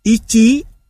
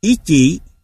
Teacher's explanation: Ở phương ngữ miền Trung, có vùng phát âm một số âm tiết mang thanh sắc thành thanh hỏi. · Shown in: second take